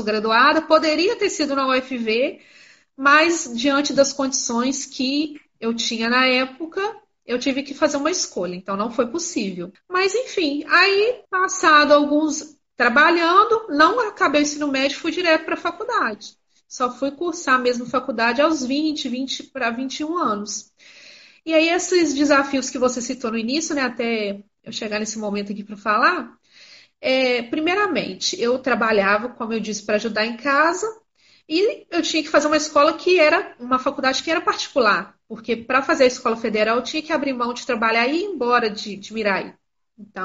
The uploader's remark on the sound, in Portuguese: Realizada inicialmente no formato de live no instagram